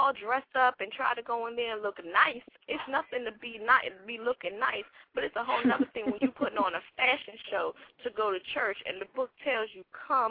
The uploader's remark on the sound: We had quite a few new callers call in.